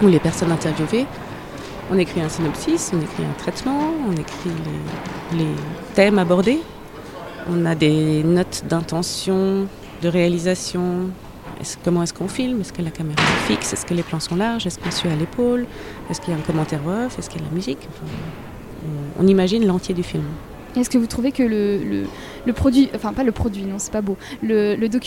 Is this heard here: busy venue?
yes